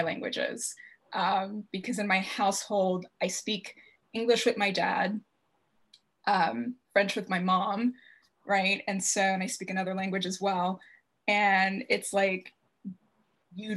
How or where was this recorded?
video call